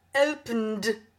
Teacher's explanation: Если слово заканчивается на звонкий согласный или на гласный, то окончание произносится звонко. Причем пишется опять-таки две буквы, а произносится только один звук «д»